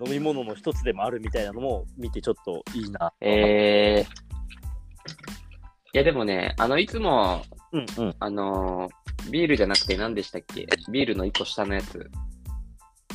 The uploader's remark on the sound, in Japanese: リモート収録2022.04.20。